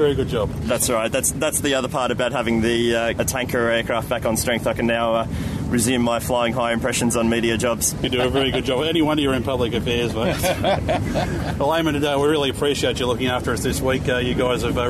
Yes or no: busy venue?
yes